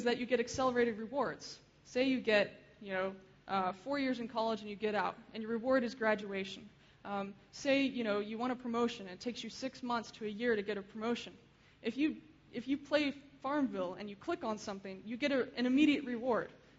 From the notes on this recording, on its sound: Keynote speech. Frontiers of Interaction 2011.